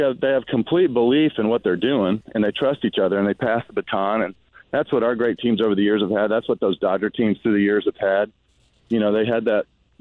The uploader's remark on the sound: Live a course in Texas.